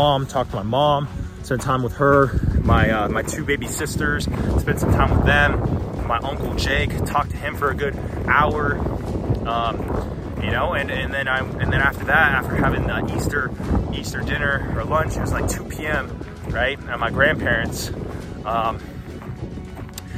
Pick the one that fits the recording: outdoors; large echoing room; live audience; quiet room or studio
outdoors